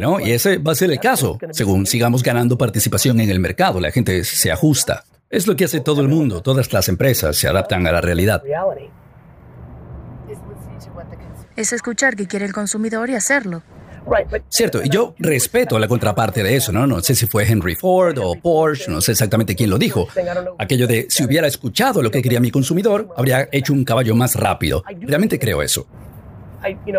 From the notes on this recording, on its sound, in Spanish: Grabada en la parte trasera del auto durante mi reciente viaje a Dubái.